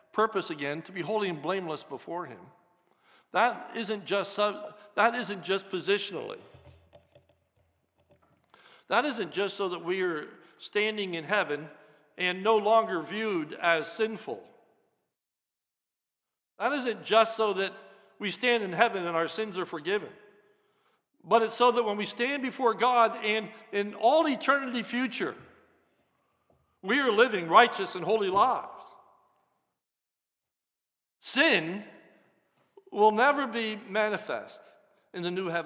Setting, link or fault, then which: setting, large echoing room